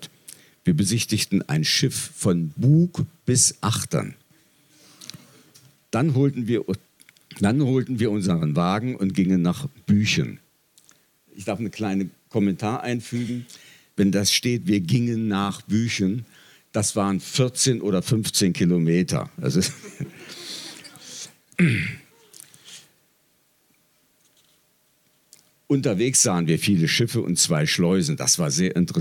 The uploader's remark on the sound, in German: Auswahl der Beiträge von der „texte von gestern“-Liveshow am 27.04.2019 in der Yoko Bar, Hamburg. Heißen Dank an die Yoko Bar, unser tolles Publikum.